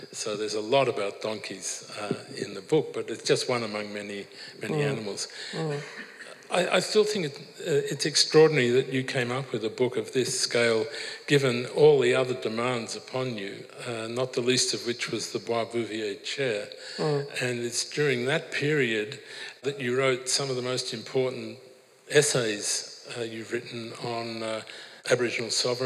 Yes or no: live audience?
yes